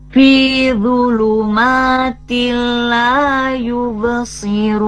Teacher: Jadi membacanya huruf n-nya masuk ke huruf lam ya. Kemudian tidak disertai dengan dengung ya, idgham bila gunnah ya, dibaca masuk n ke l ya.